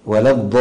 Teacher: تمطيط الشدة في اللام الأخيرة، يعني زيادة الشدة، يعني تمطيطها عن حدها هكذا.